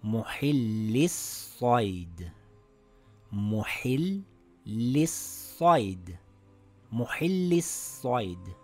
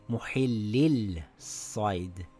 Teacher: Notice how I didn't pronounce the lam. · Shown in: first take · I said muhil lis-sayd and not muhil lil-sayd.